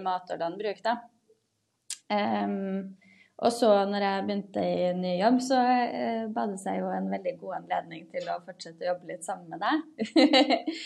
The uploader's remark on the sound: Live Zoom